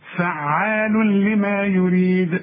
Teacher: ادغام كامل بدون غنة، وننطق مع بعض الكلمة دي، فعال لما، شوف فعال لما يريد، شوف فعال لم ما فيش غنة.